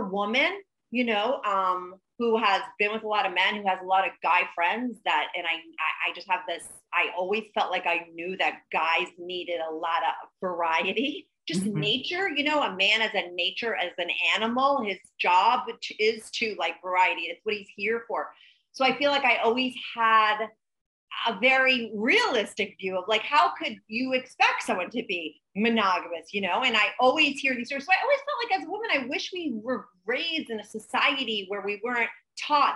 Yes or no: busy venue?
no